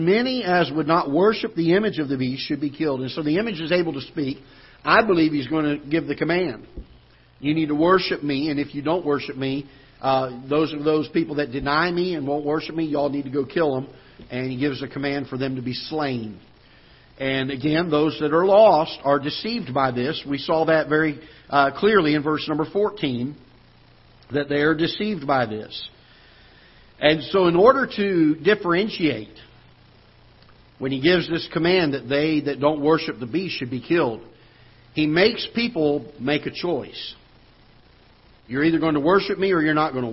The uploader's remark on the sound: Ketha Heights Baptist Church ~ Live Broadcast